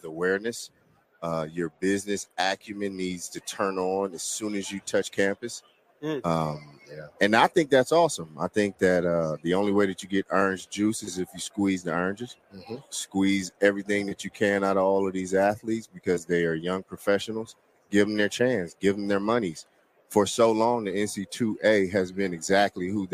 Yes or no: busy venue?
yes